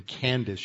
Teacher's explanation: you have a hard C at the beginning and then a soft sibilant C like an S at the end